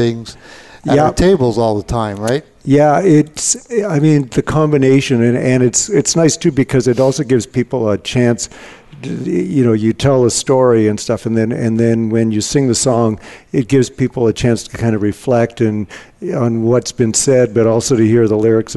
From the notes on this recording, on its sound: Live Broadcast at the The IPBC IGNITE Conference